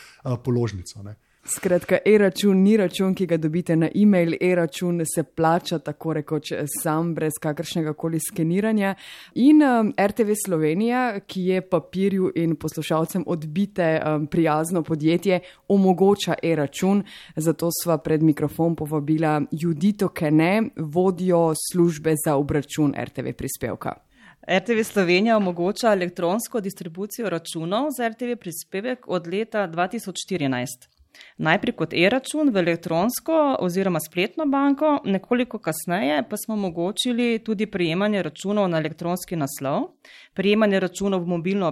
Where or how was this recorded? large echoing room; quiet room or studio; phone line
quiet room or studio